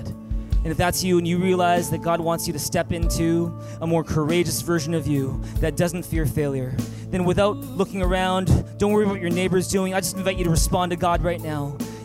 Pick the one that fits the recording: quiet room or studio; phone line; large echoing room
large echoing room